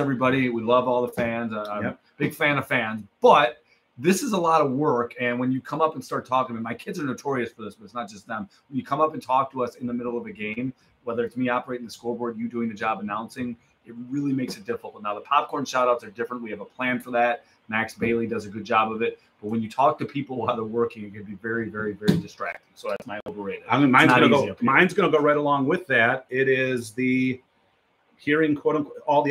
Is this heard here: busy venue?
yes